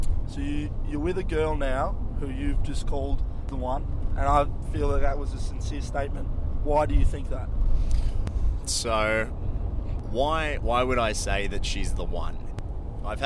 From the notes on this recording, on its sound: please excuse the background noise and odd jolt of the car